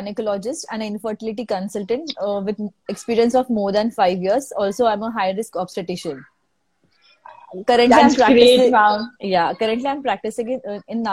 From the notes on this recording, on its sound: an audio version of our Instagram live session